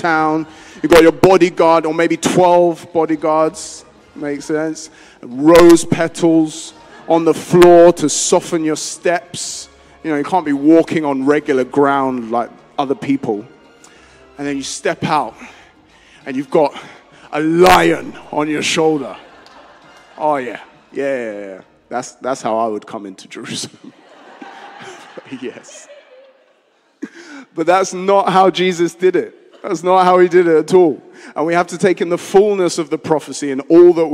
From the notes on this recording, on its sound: Streamed live at St Paul's Shadwell